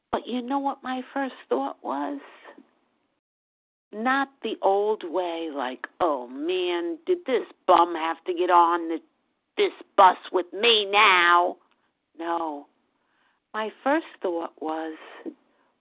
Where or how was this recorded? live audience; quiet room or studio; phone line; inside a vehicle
phone line